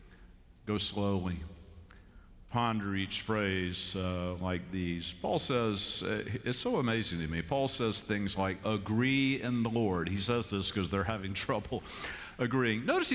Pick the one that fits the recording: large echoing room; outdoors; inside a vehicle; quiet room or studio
large echoing room